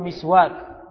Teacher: يقال له مسواك بالكسر، أعني بكسر الميم